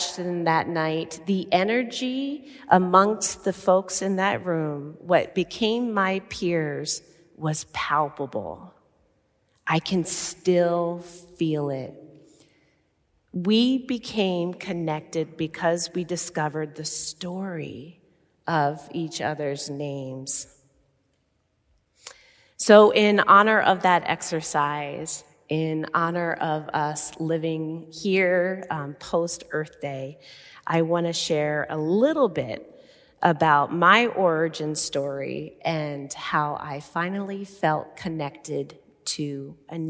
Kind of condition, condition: setting, large echoing room